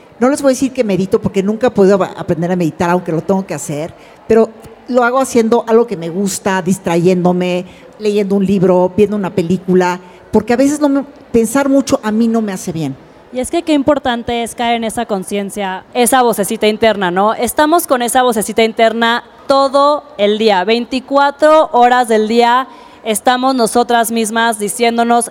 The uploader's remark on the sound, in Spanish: Dentro de la edición de What a Woman 2023. Este episodio fue grabado en vivo con muchas de ustedes frente a nosotras.